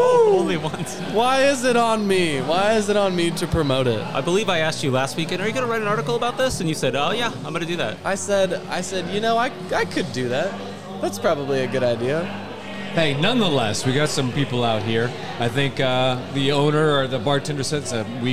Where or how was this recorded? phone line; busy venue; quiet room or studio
busy venue